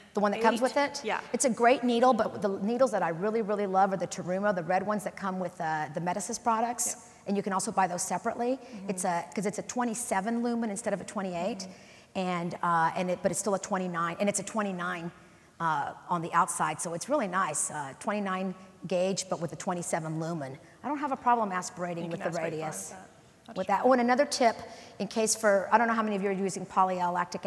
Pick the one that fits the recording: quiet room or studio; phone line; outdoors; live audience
live audience